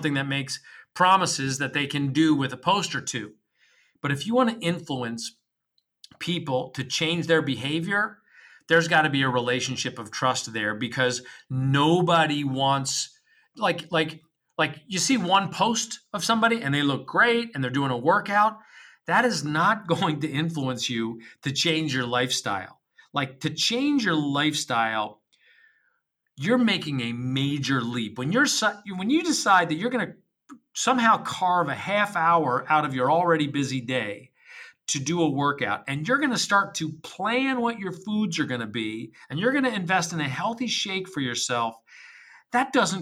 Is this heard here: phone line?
no